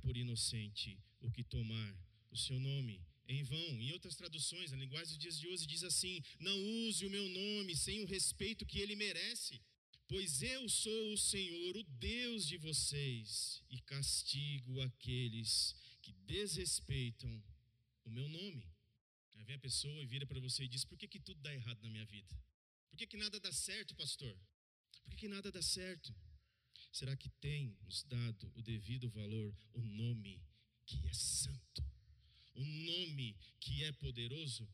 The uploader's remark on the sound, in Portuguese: no culto de domingo, e transmitido ao vivo pelo canal do Youtube